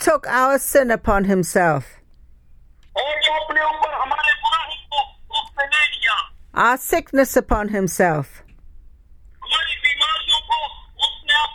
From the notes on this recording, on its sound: speaking via phone to group in Pakistan